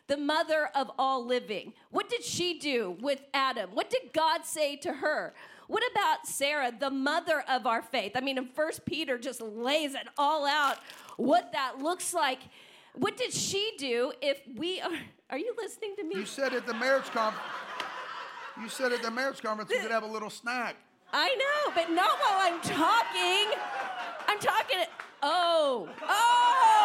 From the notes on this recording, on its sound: Live from GLC. LIVE podcast.